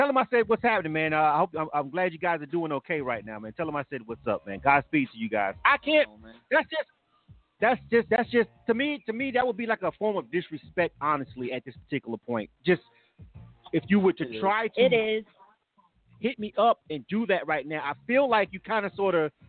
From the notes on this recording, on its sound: This live talk radio show features various subject matters, special guests and also live calls from our listening audience.